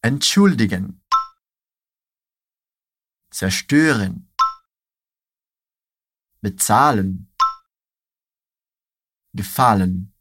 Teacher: Agora, alguns verbinhos não separáveis. Olha só, a tônica vem depois do prefixo.